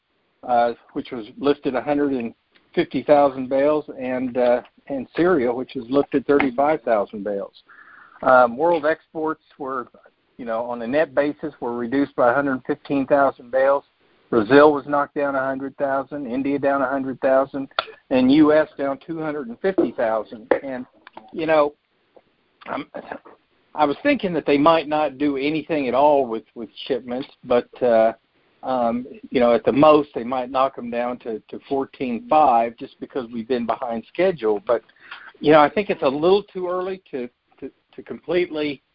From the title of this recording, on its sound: Monthly Conference Call